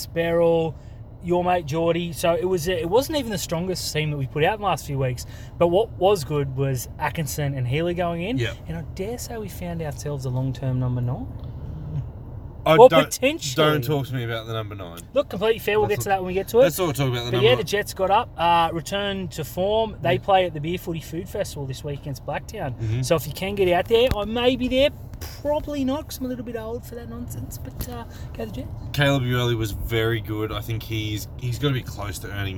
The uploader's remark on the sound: sit in the car and yell for half an hour